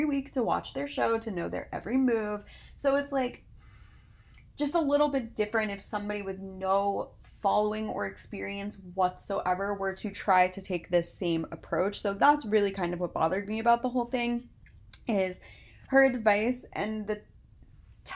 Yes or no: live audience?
no